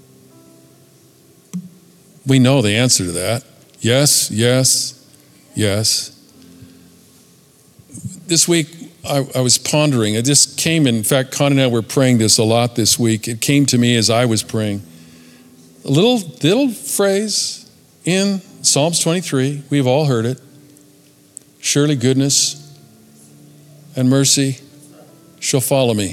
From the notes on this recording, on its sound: Recorded at Capital Church Meridian, Idaho.